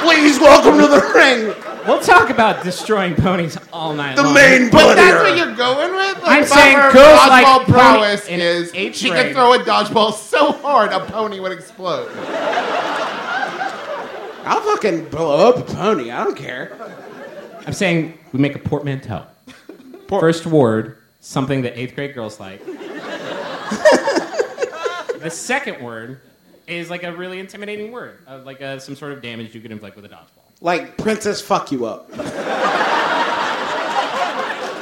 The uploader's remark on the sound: It's MBMBaM's first live show ever. Every single person who came out to Second City for the show!